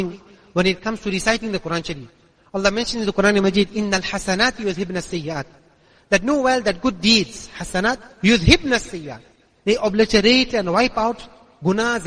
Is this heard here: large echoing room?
yes